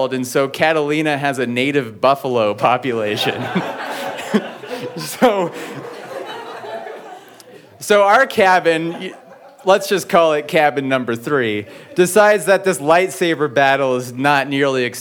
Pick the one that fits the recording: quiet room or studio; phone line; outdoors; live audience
live audience